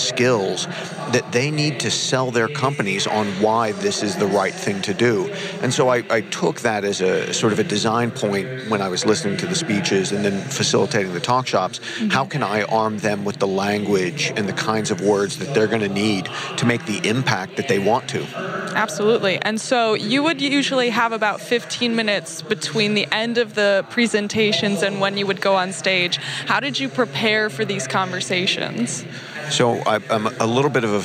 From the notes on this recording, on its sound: The 3Pillar team interviews many of the speakers and attendees at Industry Summit 2017, a product- focused conference that features talks from a wide range of product leaders and tech visionaries.